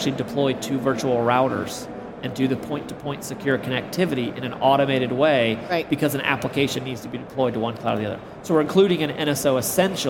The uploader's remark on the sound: Recorded on the exhibitor floor of Cisco Live Barcelona